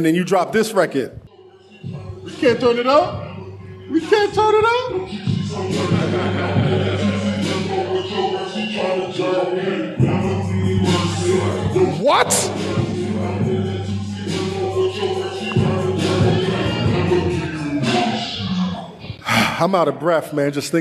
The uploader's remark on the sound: On this special episode we head to the beautiful city of Los Angeles for a LIVE taping